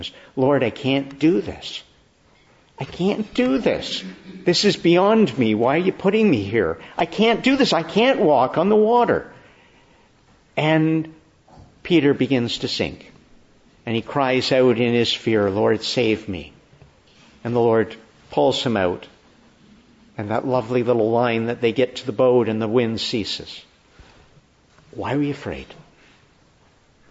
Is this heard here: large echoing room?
yes